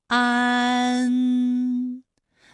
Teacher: 安发音的时候呢，起点元音是前低不圆唇元音啊，舌尖抵住下齿背，舌位降到最低，软腭上升，关闭鼻腔通路 · Term: 前鼻韵母